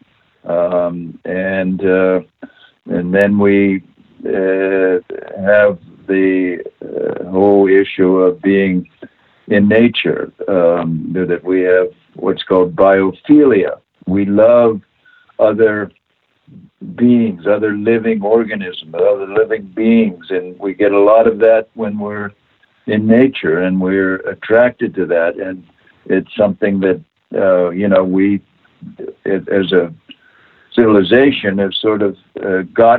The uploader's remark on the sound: via internet phone